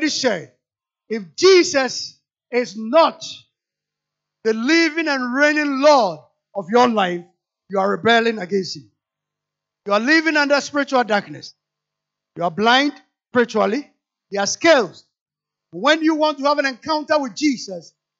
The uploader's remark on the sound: Sermon preached at CBC Adabraka Campus